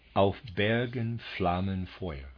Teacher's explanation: Here we have an unemphasized syllable followed by an emphasized syllable. This is repeated three times, the fourth time being incomplete. · Term: iambic